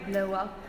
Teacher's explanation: in this case with this particular diphthong, there's a wah produced in the middle of them · Term: labiovelar juncture